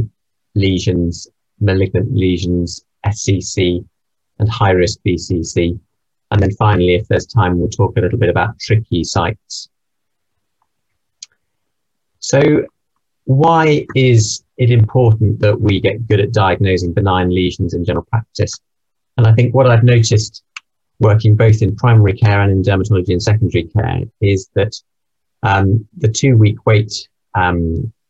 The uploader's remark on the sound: This recording is taken from the webinar Heart Failure & Dermatology Update.